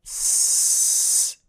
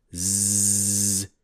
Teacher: S, which is then voiceless, is just a flow of air, while Z is voiced. It is also something that you can feel by touching your throat to notice its vibration when pronouncing a voiced sound, which is something you can try now.